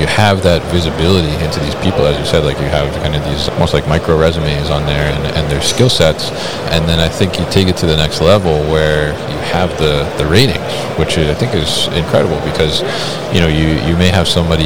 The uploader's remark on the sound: Veryable at MODEX 2022.